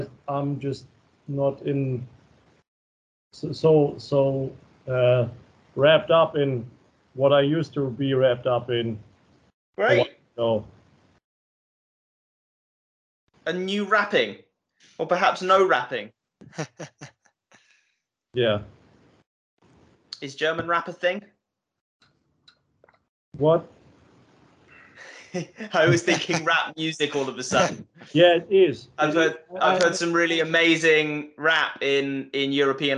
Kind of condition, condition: link, video call